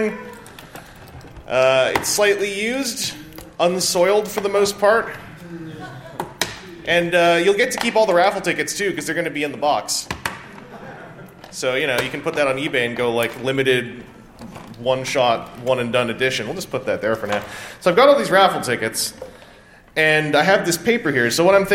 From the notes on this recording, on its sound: On this RFC Extra we are at TFcon USA and are taking part of the Sunday podcast panel!